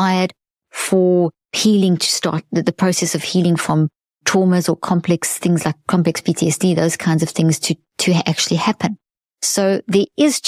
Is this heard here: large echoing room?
no